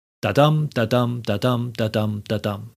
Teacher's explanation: The iamb is Greek for the metrical element of a line of poetry, in this case an unstressed syllable followed by a stressed syllable, which make up the metrical foot, and there are 5 feet in the line, hence iambic pentameter.